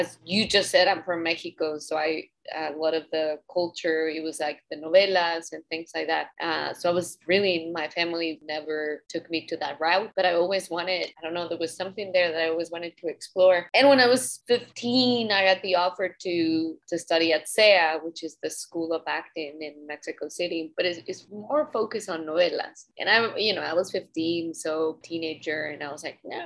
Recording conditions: video call